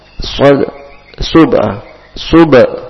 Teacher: Kemudian huruf sad tanpa dimonyongkan